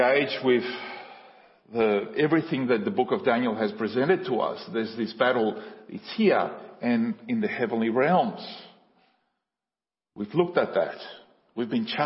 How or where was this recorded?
large echoing room